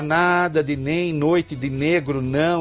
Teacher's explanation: essa consoante nasal alveolar sonora que traduz a negação